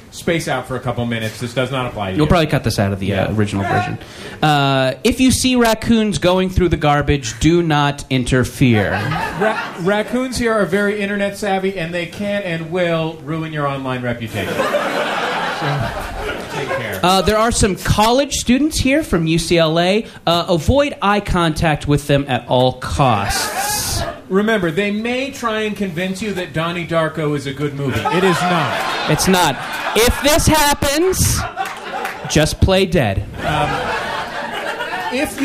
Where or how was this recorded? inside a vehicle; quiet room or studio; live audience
live audience